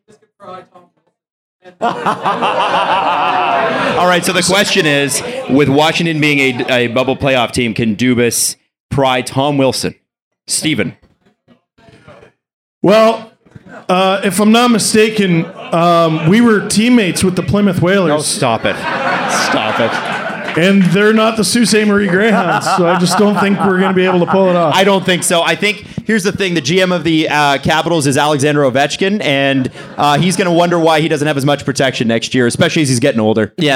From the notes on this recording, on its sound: Live from The Mansion in Kingston, Ontario! They take questions from the audience.